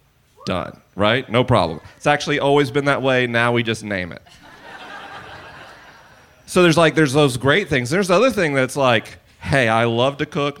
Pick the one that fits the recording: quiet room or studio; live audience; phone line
live audience